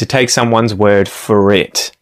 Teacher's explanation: pay attention there too to how I'm linking the R at the end of the word for to it. · Term: linking R